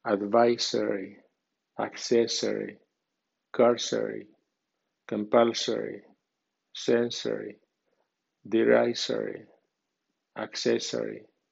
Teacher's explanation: La terminación S-O-R-Y con acento débil después de acento fuerte suena sorry